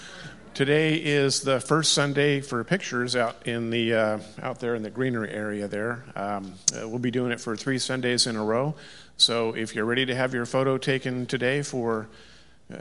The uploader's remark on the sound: Live Worship Service